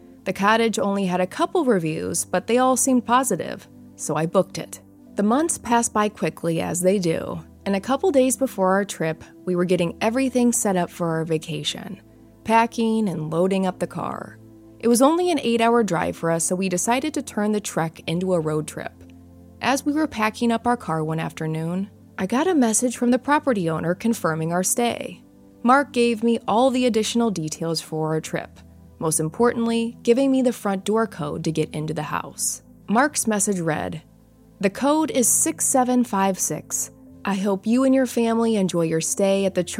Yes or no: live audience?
no